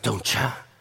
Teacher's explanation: Bueno, pues es que Doncha es porque la T del don't con el j del you hacen un proceso de asimilación, y es que se fusionan y crean un sonido nuevo que se parece a la ch